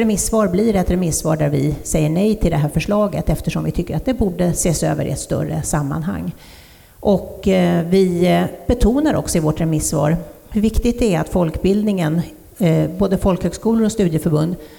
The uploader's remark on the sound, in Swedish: Livepodd från Almedalen